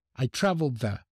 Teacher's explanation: I don't know if it makes sense, but this is some weird things that the brain does when we listen to the sentence, we make sense of it, and we think that there's a D even though we don't actually release it. You might probably hear it very weak, as a weak sound, but other people just, they never bother saying the D at the end of traveled. · the pronunciation of the assimilates the D at the end of traveled. · Term: assimilation